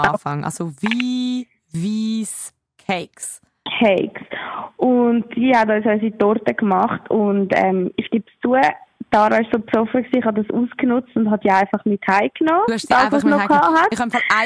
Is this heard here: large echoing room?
no